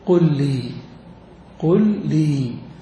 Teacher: الإدغام هو جعل حرفين حرفا واحدا مشددا، أن تأتي إلى حرفين فتجعلهما حرفا مشددا، وجعلهما حرفا مشددا بأن تدخل الأول في الثاني، أن تدغم الأول في الثاني بحيث تنطقهما نطقا واحدا، يقف الصوت على الأول ثم ينطلق اللسان بالثاني. مثال ذلك قل فعل أمر لي جار ومجرور، فتقول قل لي قل لي، تجد أن اللسان هو نقلة واحدة، قل لي هو نقلة واحدة، توقف ثم أكمل، فهذا هو الإدغام قل لي.